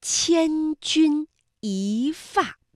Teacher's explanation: 一字本调是一，但是在去声字前面要变成二声一 · Term: 变调